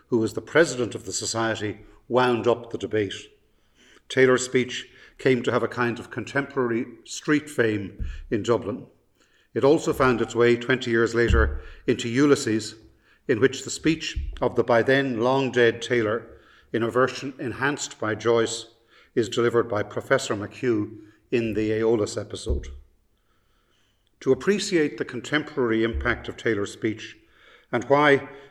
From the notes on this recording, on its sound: The Lecture was delivered from the King's Inns